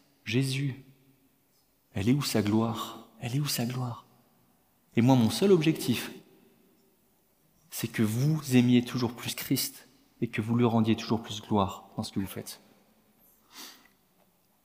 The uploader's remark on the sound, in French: Enregistré à l'église CVV, le 23/10/2022